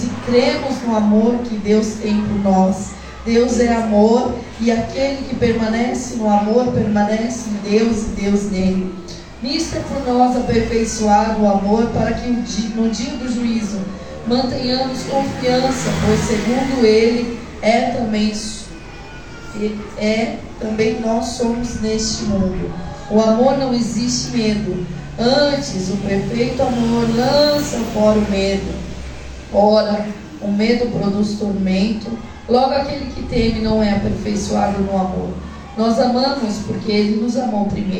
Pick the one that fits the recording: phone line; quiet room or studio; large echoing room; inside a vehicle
large echoing room